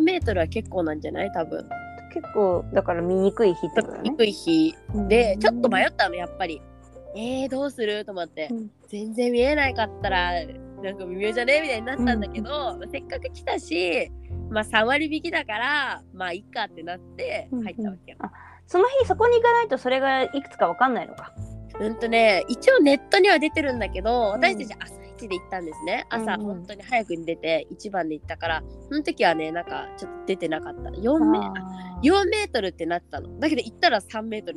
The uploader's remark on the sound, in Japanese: このラジオはリモートで収録しています。電波が悪くて会話がズレてしまう場合があります。聞きづらいかと思いますがご了承ください。